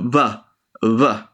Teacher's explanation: In Spanish, if there's a consonant before it or if it's starting a word, it could come up more like a unique sound to Spanish, which is a buh, buh, which is like you're trying to do a V sound, but with both of your lips instead of your teeth, like V. You could try doing that right now if you want to try, but...